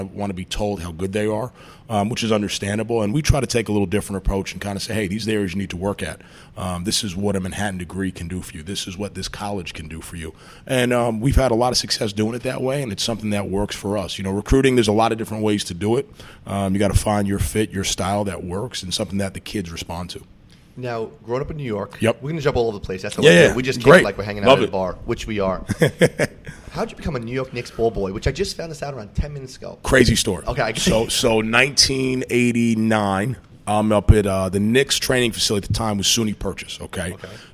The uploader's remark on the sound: Broadcasting live from Jack Demsey's bar